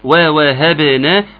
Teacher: الواو الاولانيه مفتوحه ومرققه، الواو الثانيه مفتوحه ومرققه، الاثنين يبقوا متساويين